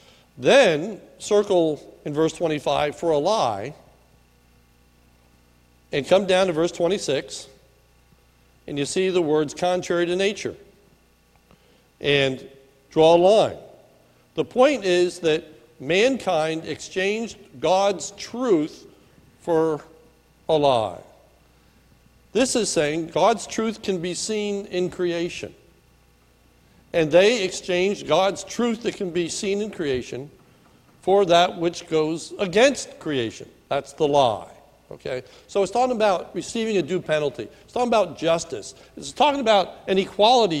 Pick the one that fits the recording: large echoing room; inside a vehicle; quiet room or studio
large echoing room